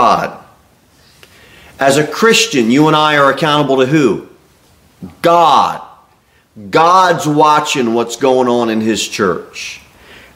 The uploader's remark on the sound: Sermon delivered at Pilgrim Baptist Church on Thursday, February 15, 2024, at 6-15 pm.